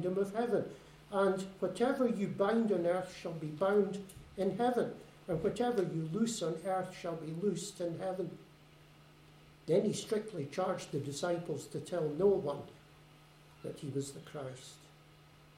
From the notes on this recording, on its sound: Service recorded at Fernilea Gospel Hall 9 January 2022. A service recorded at Fernilea Gospel Hall.